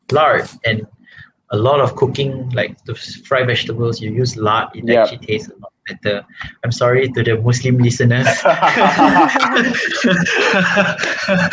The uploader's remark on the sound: This episode was recorded remotely so we are so sorry about the poor quality audio.